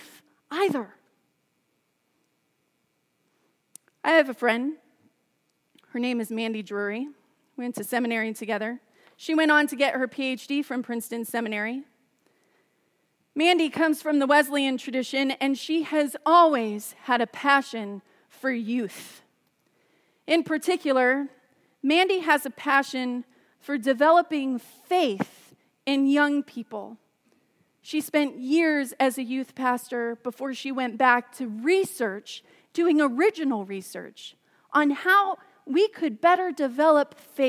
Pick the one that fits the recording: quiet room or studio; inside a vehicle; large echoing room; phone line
large echoing room